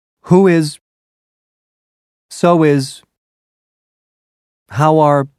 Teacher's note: Since the vowel oo is similar to the consonant wa, wa is the transitional sound that helps you glide from an oo ending word to the beginning of another word that starts with a vowel sound. · Term: W-vowel link